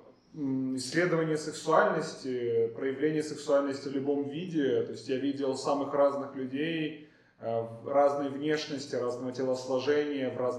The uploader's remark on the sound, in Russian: Мы записывали выпуск в помещении с ужасным эхо, поэтому звук получился ужасным, о чём я узнал только после окончания записи.